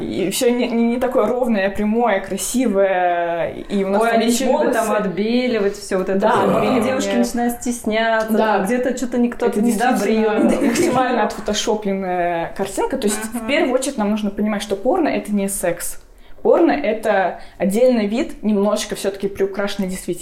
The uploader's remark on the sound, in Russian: Я записывал его в Оренбурге на съёмной квартире. Есть небольшое эхо из-за записи в квартире.